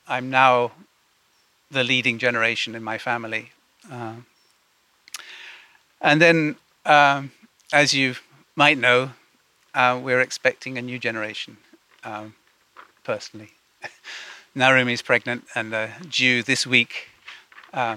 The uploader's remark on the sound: Audio from a sermon in Watford Peace Garden.